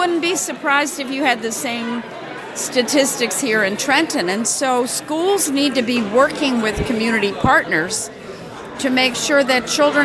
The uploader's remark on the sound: during the Mercer Street Friends Community Schools Mini Conference in Trenton NJ